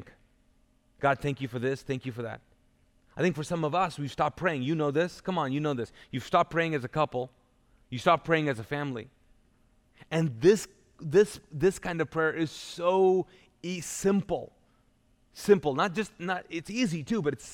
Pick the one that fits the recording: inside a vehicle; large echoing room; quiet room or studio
large echoing room